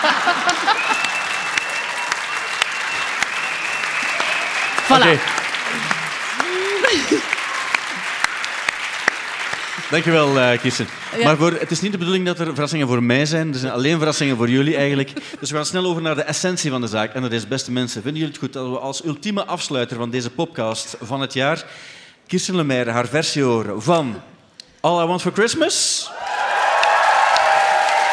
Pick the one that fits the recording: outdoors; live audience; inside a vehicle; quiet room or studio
live audience